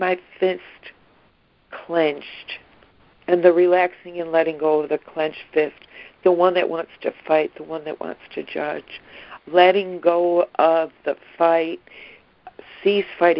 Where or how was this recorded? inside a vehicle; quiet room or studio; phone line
phone line